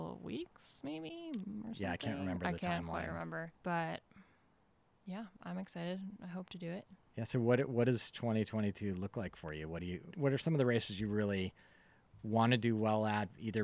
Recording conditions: outdoors